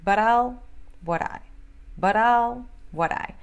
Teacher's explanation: esse but I, o T vira R no português